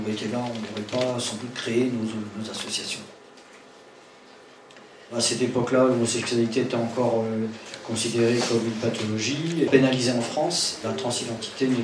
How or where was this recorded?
live audience